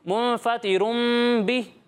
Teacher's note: اس کی آواز نون ساکن والی نہیں آئے گی بلکہ یہاں پر میم کی آواز آئے گی